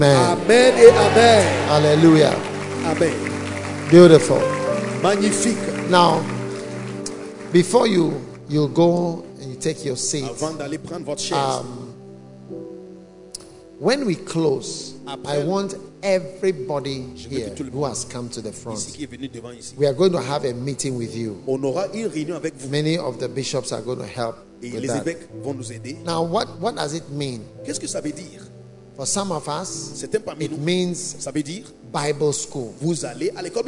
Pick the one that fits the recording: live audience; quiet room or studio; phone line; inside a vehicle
live audience